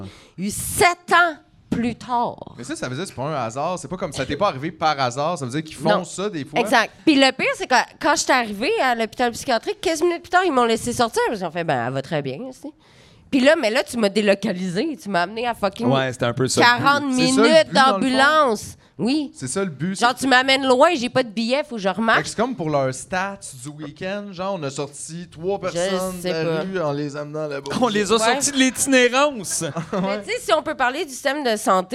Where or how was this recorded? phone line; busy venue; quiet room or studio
busy venue